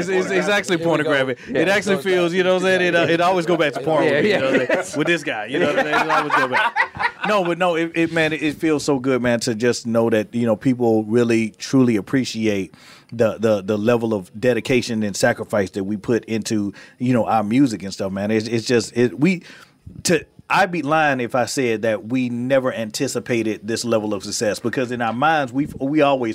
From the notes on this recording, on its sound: The boys are live from Fridayz Live in Melbourne!